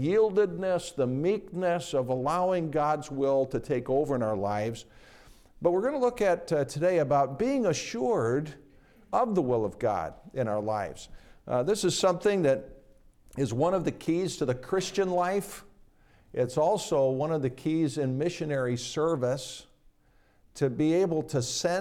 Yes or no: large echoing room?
yes